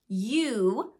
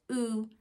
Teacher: But this one over here, it's not a diphthong. It's just oo. I'm not changing my mouth position for that. · Shown in: second take